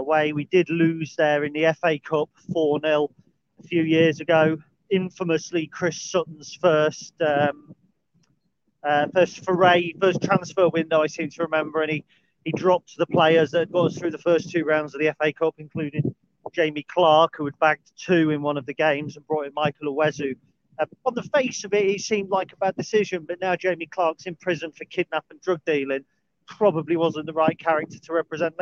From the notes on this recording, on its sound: A brief dog walk chat